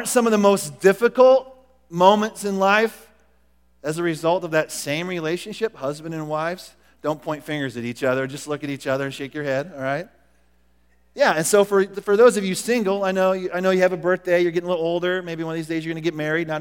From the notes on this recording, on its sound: Recorded at The Calling Community Church located in Platte City, Missouri. Service is held at the Platte County High School Auditorium.